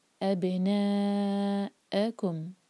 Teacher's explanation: مد کے بعد حمزہ کو کلیئر کٹ آف ساؤنڈ کے ساتھ ادا کریں گے